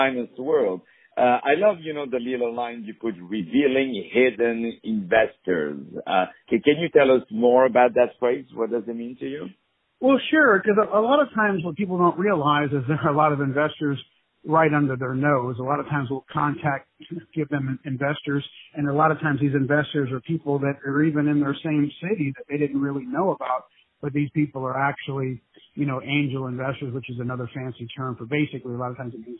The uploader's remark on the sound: On the phone